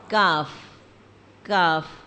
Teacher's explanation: تھوڑا سا آگے قاف کی جگہ سے ذرا نیچے منہ کی جانب ہٹ کر وہاں سے کاف ادا ہوتا ہے